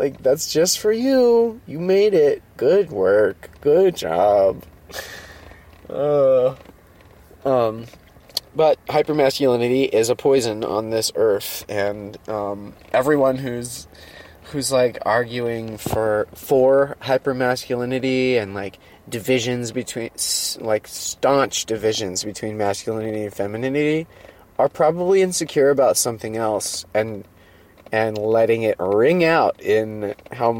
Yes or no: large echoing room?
no